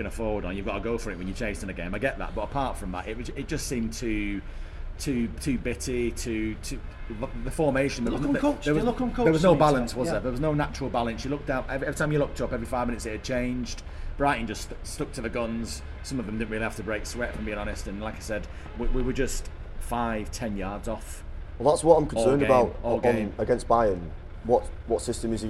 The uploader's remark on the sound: Recorded around Old Trafford for the Brighton defeat.